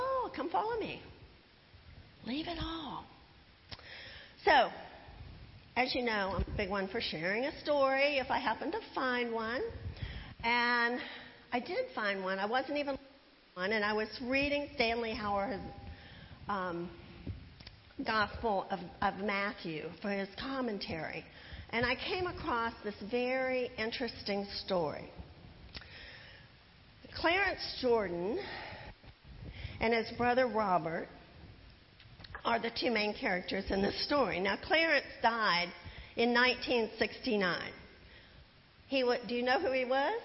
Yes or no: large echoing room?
yes